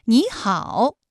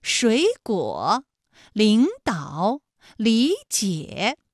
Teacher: 第一个音节的三声变成二声 · Term: 三声的变调